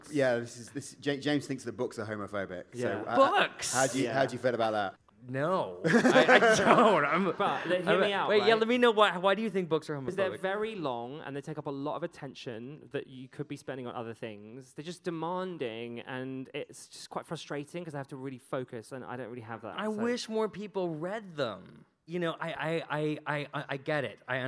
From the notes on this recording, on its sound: Live from the O2. At Just For Laughs Festival London.